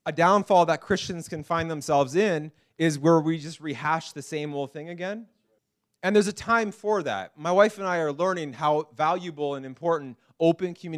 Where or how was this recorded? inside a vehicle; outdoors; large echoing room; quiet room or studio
large echoing room